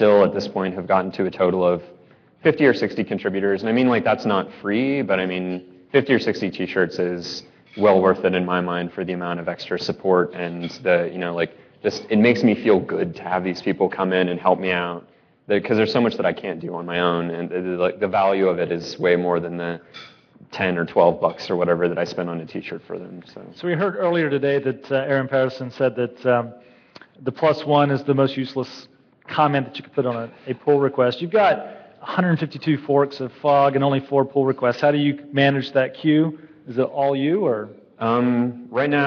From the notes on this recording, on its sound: Live from Red Dirt Ruby Conf.